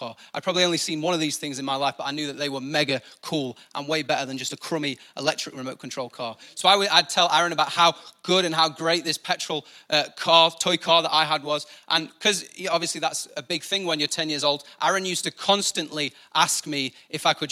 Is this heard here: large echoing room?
yes